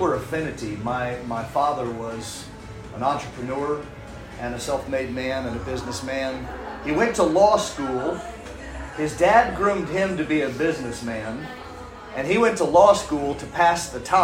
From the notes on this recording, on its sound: This is a recording of a recent live event which was a private dinner of about 25 business people in Brisbane. You will hear some background restaurant noise.